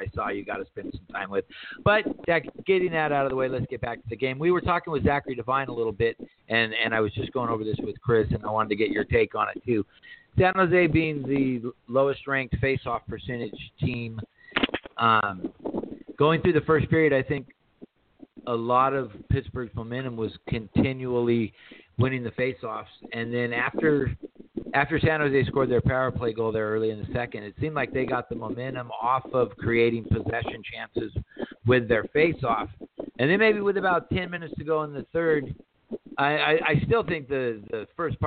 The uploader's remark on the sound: Live From The Stanley Cup Final